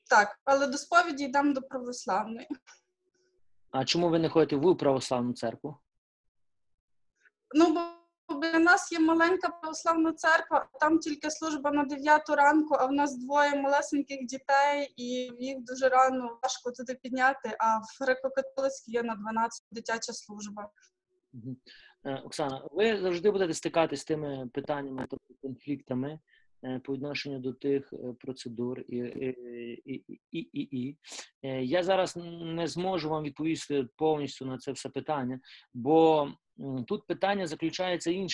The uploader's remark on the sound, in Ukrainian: Zoom зустріч